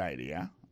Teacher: accent vient de tomber dans la deuxième syllabe là